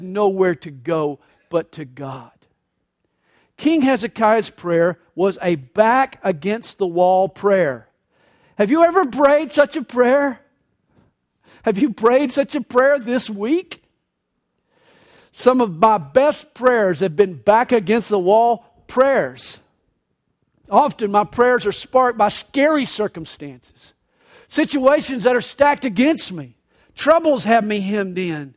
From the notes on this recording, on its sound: This message was recorded live during the Sunday Morning service at CalvaryCSM located in Lilburn, Georgia.